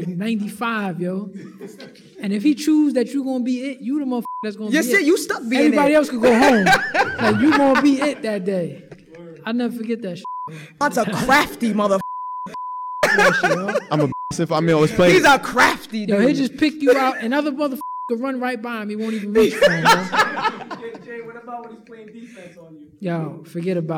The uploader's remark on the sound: Live Show at BXLIVE. Recorded at bxlive.